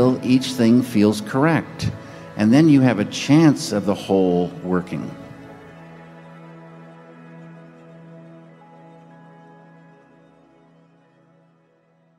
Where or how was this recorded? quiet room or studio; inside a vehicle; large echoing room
large echoing room